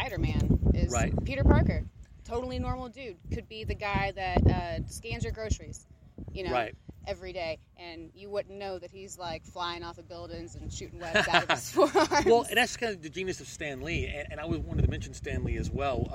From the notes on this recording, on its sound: Recorded in Dallas at Marvel’s Marvelous New Year.